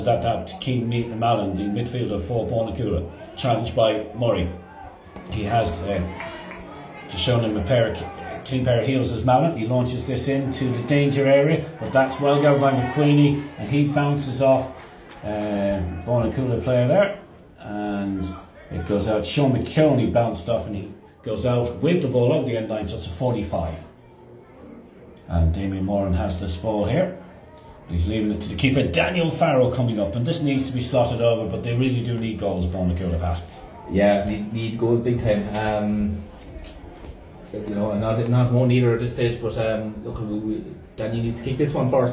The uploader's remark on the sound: Live commentary of second half